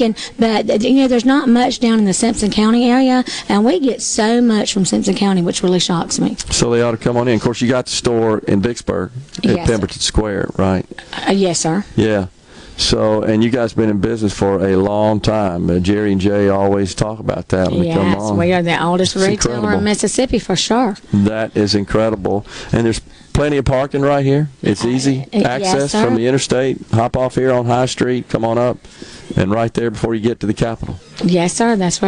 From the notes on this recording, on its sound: MidDays is LIVE from Carter Jewelers on High Street in Downtown Jackson today